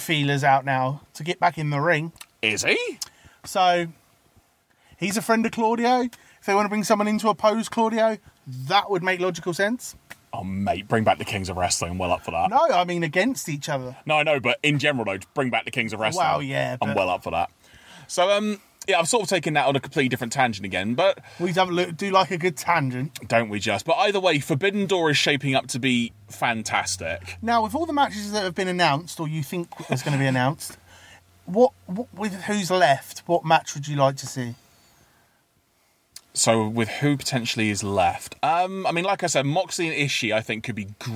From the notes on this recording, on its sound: gather in the car studio